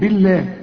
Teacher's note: طبعا مرقق علشان الباء مكسوره